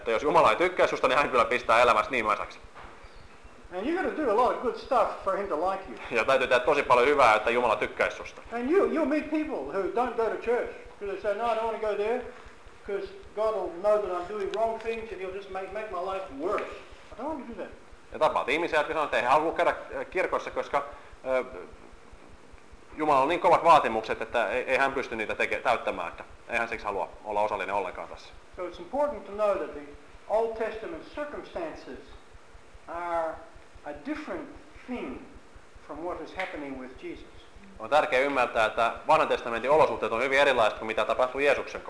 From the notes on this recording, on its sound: seminars from the mission in Helsinki, Finland November, 2011